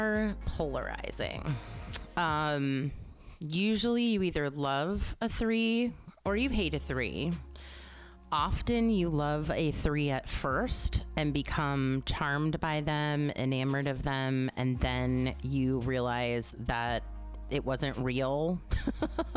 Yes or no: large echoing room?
no